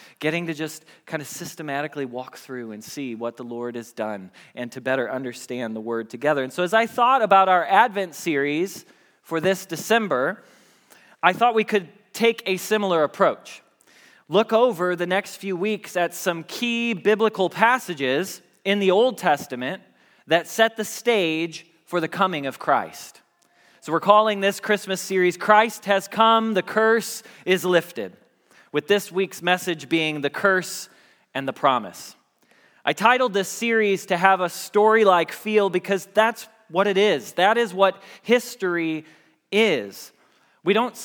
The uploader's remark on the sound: Message Preached at Valley Creek Church